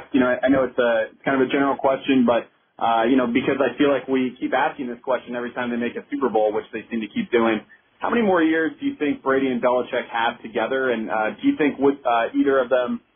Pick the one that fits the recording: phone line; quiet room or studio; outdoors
phone line